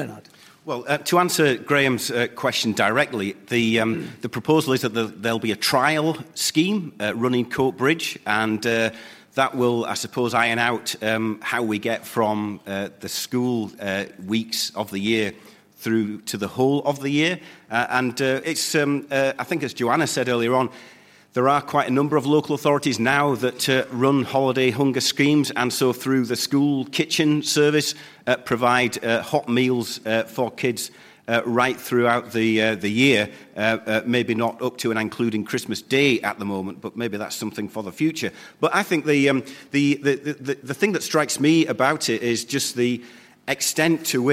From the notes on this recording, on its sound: political debate from Nairn Community & Arts Centre in Scotland